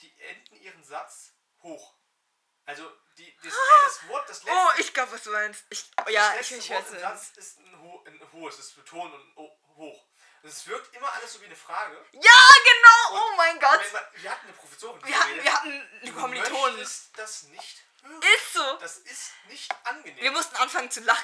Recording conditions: uneven or low level